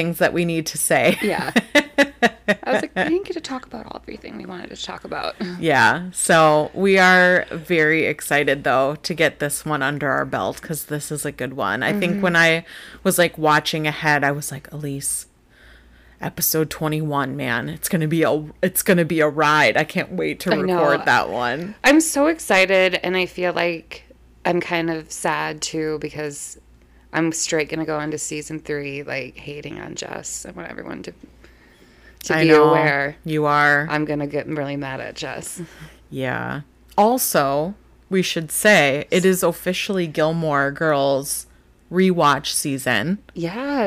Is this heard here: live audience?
no